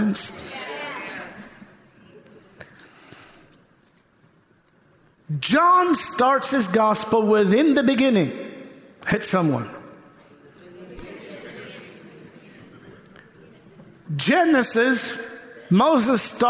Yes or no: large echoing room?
yes